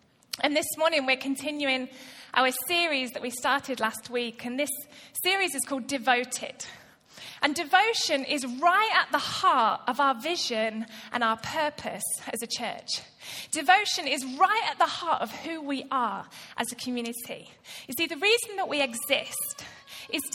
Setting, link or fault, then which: setting, live audience